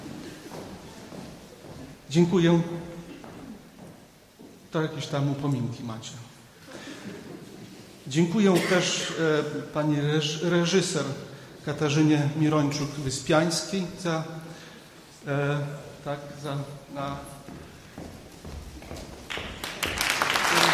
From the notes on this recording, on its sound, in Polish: Podleśnej 2 w Białymstoku, odbywały się koncerty kolęd w ramach 42 Prawosławnych Wieczorów Kolęd organizowanych przez Prawosławną Diecezję Białostocko-Gdańską. Przed publicznością zaprezentowały się liczne chóry i zespoły muzyczne.